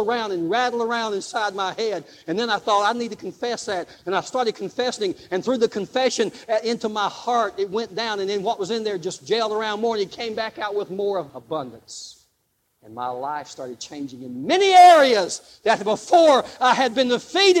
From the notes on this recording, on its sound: Live Service